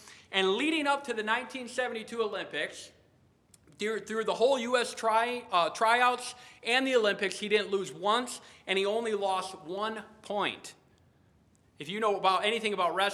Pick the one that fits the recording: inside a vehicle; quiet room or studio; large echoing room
large echoing room